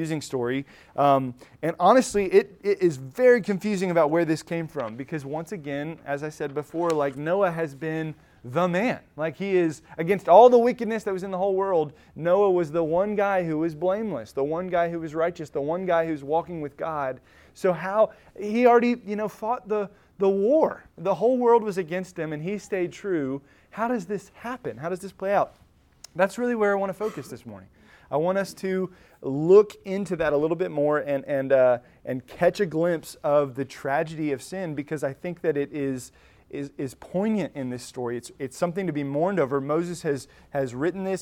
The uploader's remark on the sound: Recorded at Emmaus Church in Buford, GA